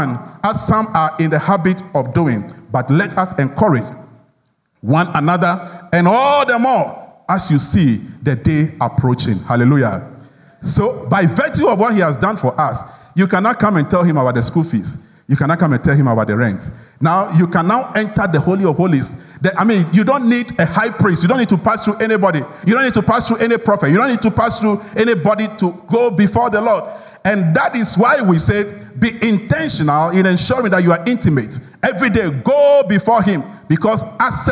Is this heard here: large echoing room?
yes